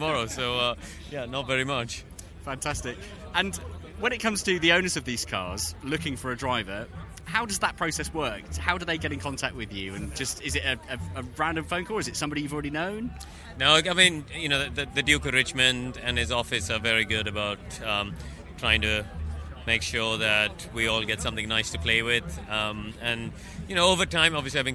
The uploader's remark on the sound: Brings the sounds of The Goodwood Revival Meeting 2022. We hear from racing drivers, racing car owners, team mechanics and media personalities all captured at the world's most prestigious and most celebrated historic motorsport event, The Goodwood Revival Meeting in West Sussex. Over the course of 3 days of the event.